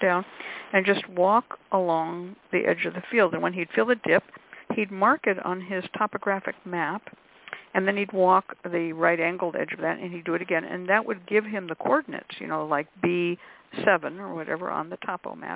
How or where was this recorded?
phone line